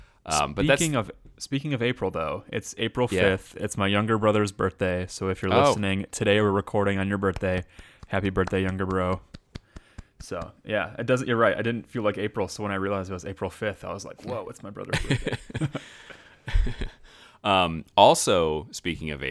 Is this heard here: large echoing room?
no